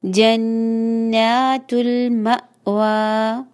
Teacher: नून के ऊपर खड़ा जबर है, टू टाइम स्ट्रेच होगी खड़ी जबर, जन गुन्ना नून का और ना, जन्नातुल मवा, वा मीम के ऊपर झटका आएगा, प्योर झटका, म वा जी।